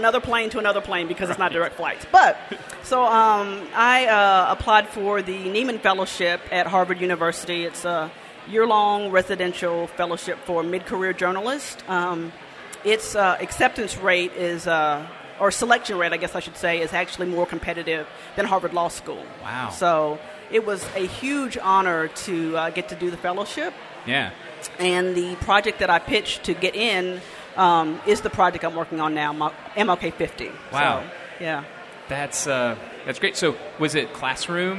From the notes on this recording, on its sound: Before a live audience at an OAM Network fundraiser earlier this month.